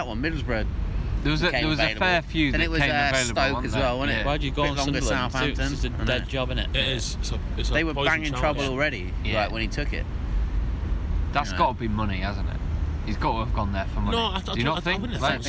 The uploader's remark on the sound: Podcast in the Park! Take things outside to the park.